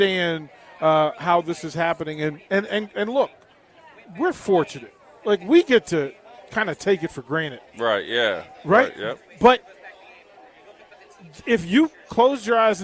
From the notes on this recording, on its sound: LIVE from Berry's (Volleyball Day In Nebraska)